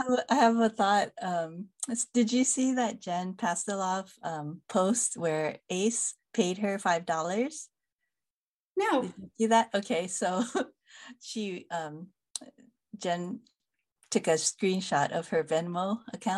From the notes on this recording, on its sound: This episode is over Zoom again.